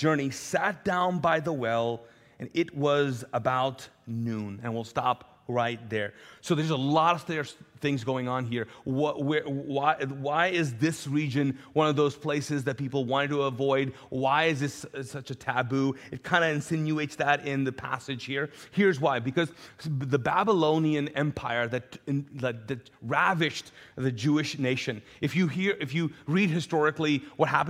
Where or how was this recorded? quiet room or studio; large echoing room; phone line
large echoing room